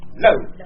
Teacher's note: Quand vous allez faire un L, votre langue, elle bloque le son en collant le dessous sur le palais. Et ensuite, hop, la langue fait ça. · Term: le L